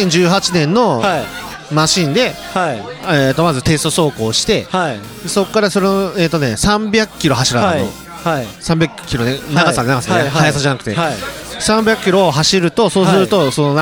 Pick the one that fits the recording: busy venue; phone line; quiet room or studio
busy venue